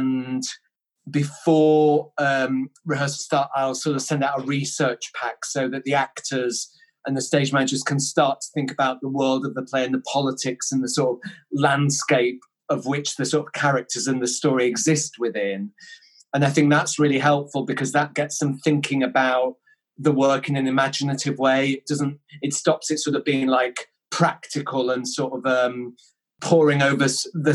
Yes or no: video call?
yes